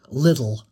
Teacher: the dark L, where the tongue is also pulled back in the mouth